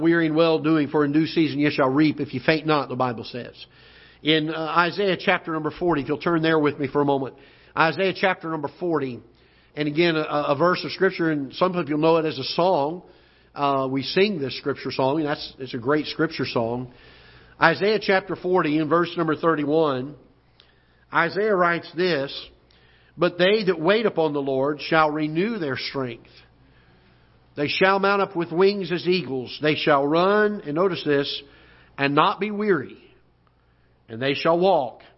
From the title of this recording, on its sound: Ketha Heights Baptist Church ~ Live Broadcast